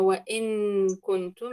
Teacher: إذا قلت وإن كنتم ما أجيب النون من مخرجها · Term: النون مخفى